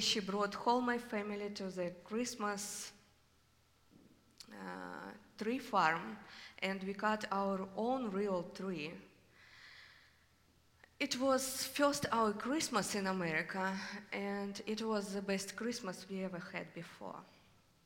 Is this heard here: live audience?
yes